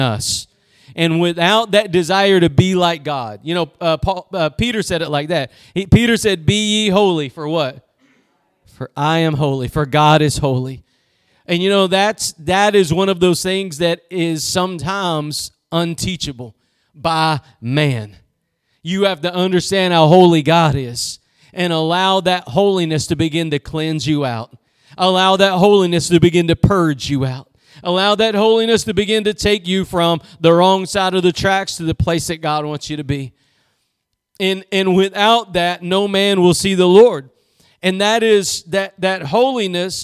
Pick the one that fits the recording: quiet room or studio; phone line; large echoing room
large echoing room